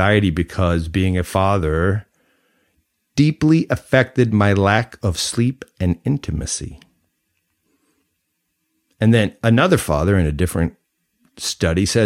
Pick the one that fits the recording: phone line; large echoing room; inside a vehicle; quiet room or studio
quiet room or studio